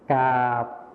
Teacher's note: ภาษาไทยมาตรฐานจะใช้คำควบกล้ำรอเรือนั่นเองส่วนภาษาถิ่นอีสานนะคะเราจะไม่ใช้คำควบกล้ำรอเรือ